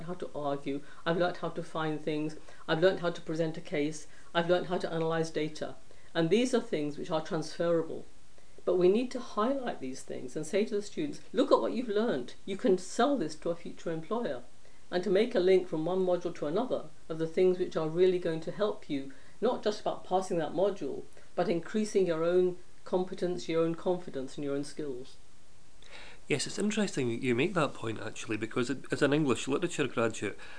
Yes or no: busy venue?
no